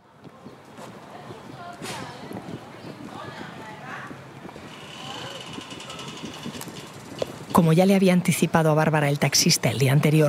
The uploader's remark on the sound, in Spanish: grabado en el terreno